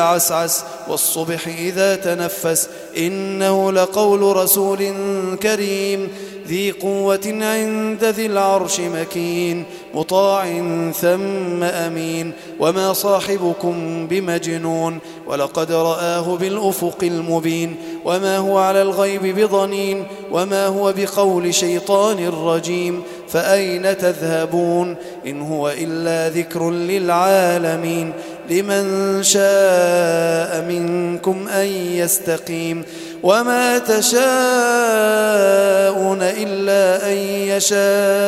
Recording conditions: large echoing room